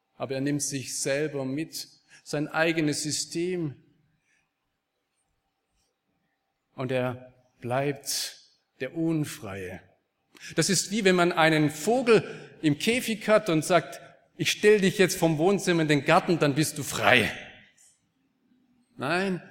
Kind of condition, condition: setting, large echoing room